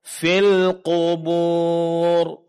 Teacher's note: Huruf qaf ditebalkan karena dia huruf istila